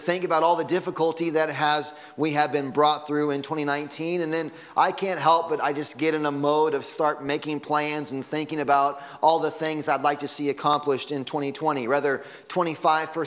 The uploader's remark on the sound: Sunday Morning Sermon Audio.